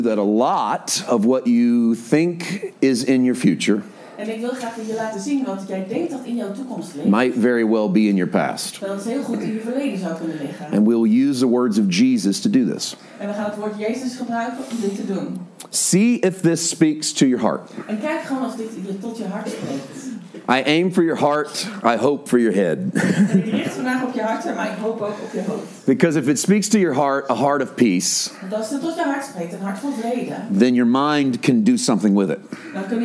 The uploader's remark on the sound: from Foundation4Life Conference 2023 in the Netherlands (Session 1)